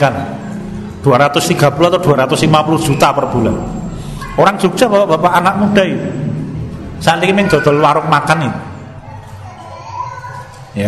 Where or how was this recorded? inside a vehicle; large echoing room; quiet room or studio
large echoing room